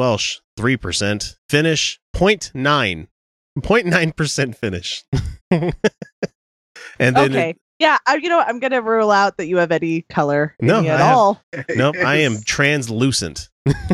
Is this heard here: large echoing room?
no